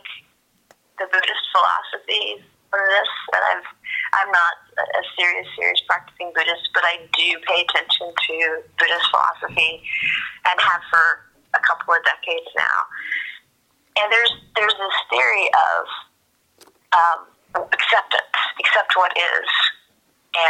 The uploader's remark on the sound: Take a listen to my phone call